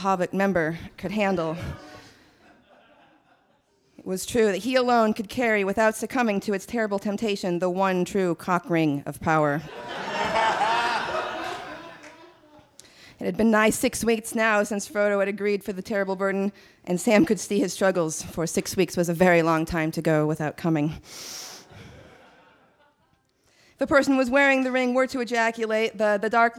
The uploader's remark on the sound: Recorded August 10, 2012 at the Brody Theater in Portland, OR.